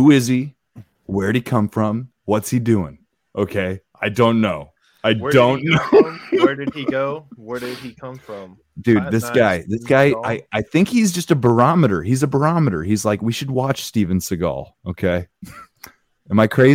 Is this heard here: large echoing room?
no